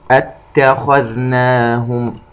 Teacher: لاحظ ترقيق الهمزة والتاء وتفخيم الخاء